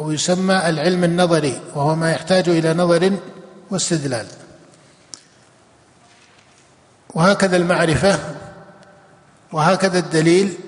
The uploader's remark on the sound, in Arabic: جامع عثمان بن عفان بالرياض